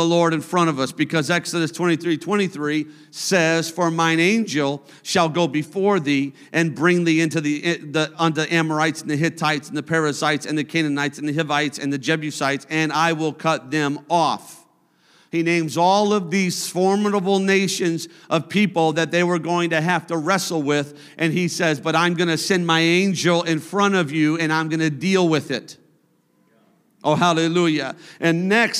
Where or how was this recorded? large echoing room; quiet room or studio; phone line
large echoing room